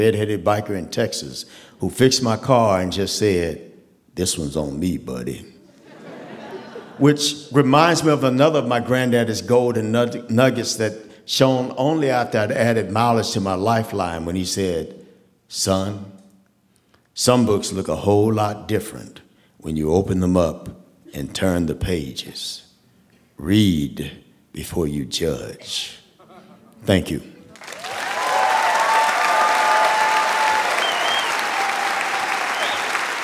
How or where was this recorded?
live audience